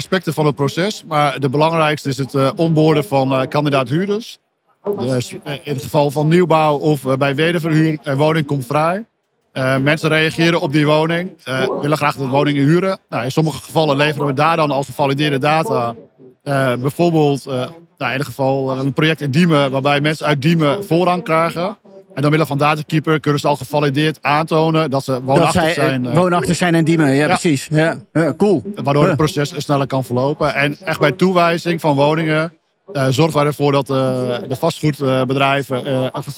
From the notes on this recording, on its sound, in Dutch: Deze podcast is opgenomen tijdens de PROVADA.